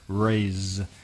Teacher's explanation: You can put your hand on your throat with raise, and you can feel the zzz, Zzz, you can feel the vibration.